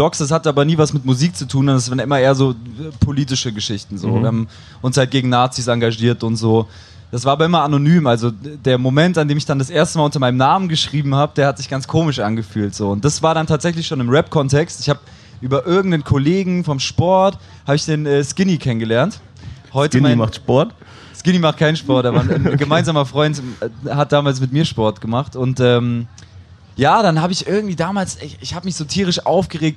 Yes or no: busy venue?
yes